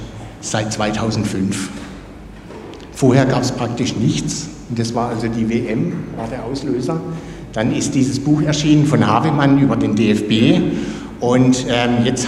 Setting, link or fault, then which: setting, large echoing room